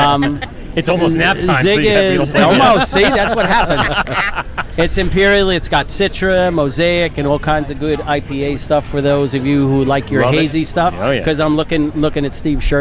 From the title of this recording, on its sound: LIVE ACBEERFEST pt.1